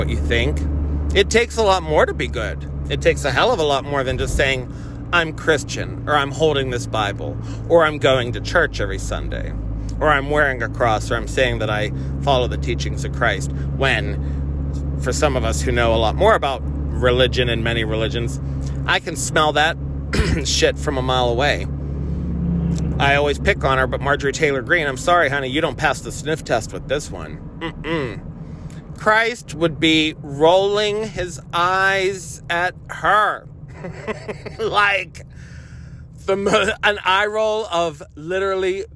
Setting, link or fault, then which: setting, inside a vehicle